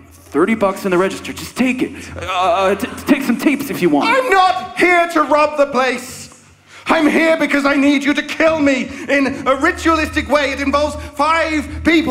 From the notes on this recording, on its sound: This special bonus episode features the performance from our Halloween Live Tour at The Stanley Hotel in Estes Park, Colorado on October 3, 2019. This special bonus episode features the performance from our Halloween Live Tour at The Stanley Hotel in Estes Park, Colorado.